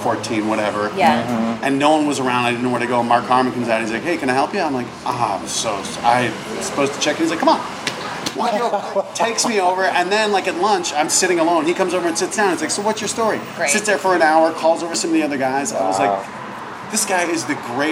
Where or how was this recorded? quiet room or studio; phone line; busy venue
busy venue